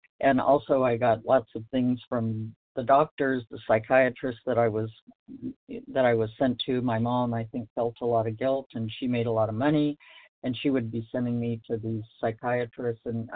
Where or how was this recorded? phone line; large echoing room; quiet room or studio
phone line